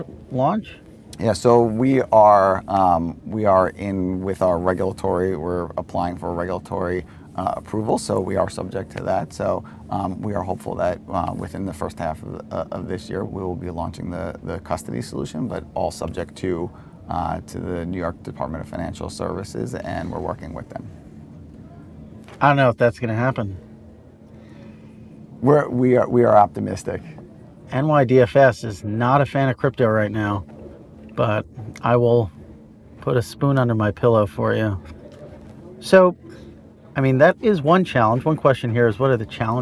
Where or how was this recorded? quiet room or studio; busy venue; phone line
busy venue